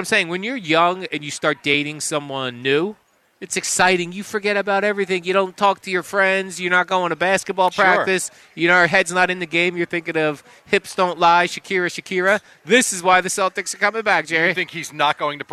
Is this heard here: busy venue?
yes